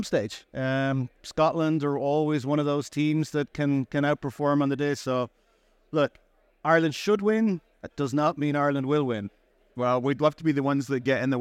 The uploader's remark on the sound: Recorded live at ADIPEC 2023